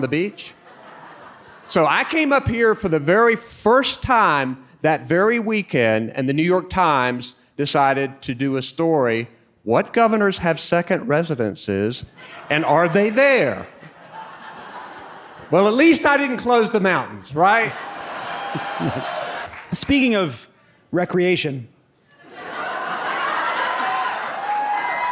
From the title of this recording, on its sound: Live from Asheville!